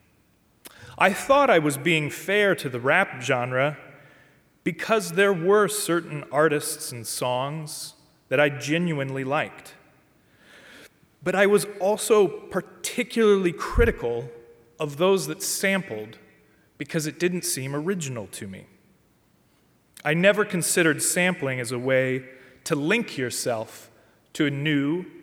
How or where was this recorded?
large echoing room